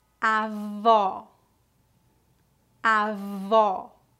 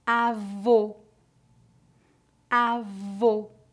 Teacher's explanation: vamos praticar as palavras avó com O aberto e avô com O fechado